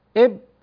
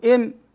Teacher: وإطباق الشفتين في الباء أقوى من انطباقهما في الميم